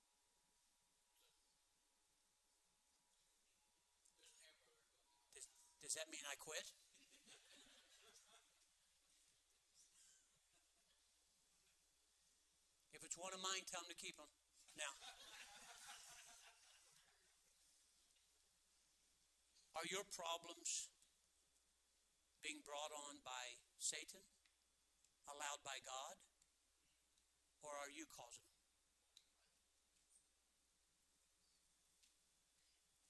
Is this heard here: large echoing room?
yes